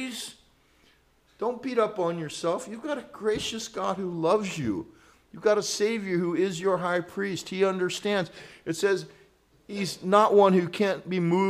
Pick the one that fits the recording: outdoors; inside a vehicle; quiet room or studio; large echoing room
large echoing room